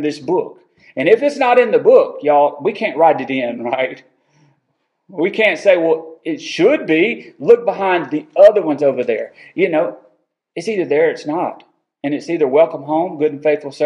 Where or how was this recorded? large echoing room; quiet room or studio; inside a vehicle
large echoing room